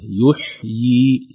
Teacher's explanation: لكن إذا وقفنا سنجعل الياء الأولى ممدودة يحيي هكذا